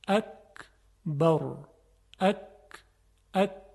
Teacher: یعنی انتهای زبان به سقف دهان برخورد میکنه، اما یک کمی جلوتر، یعنی به طرف جلوی دهان میشه. به اندازه خیلی کمی زبان میاد جلوتر و انتهای اون برخورد میکنه با سقف دهان. · به اندازه خیلی کمی زبان میاد جلوتر و انتهای اون برخورد میکنه با سقف دهان. صدای کاف مثل قاف خیلی درشت نیست، بلکه صدایی هست که ظریفه. اکبر، اک، اک. · Term: مخرج کاف